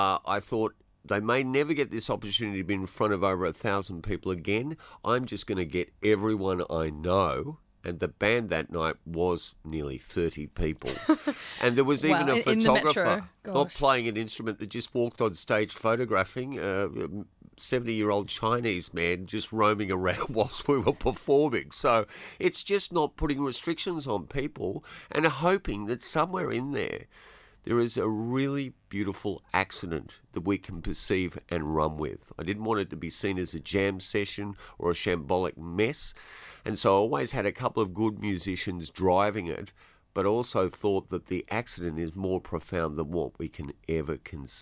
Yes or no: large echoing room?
no